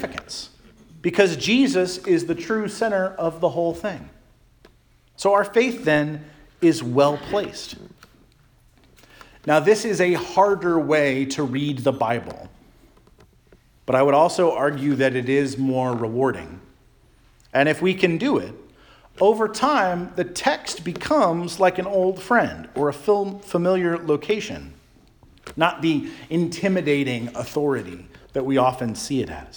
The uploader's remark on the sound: Charles Anglican Cathedral, Bremerton, WA.